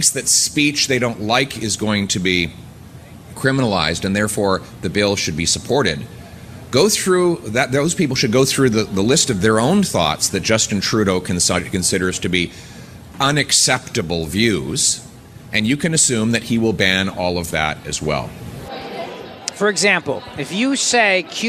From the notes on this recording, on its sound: joins The … Show from CPAC in Washington, D.